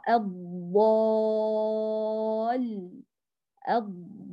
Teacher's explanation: طيب هنا عندنا في الضالين نأتي للتهجي، نقول همزة وصل تسقط وصلا نبدأ بها آ، لام شمسية مدغمة في الضاد المفتوحة، الضا ألف مد لازم كلمي مثقل ست حركات، لام شدة وكسرة.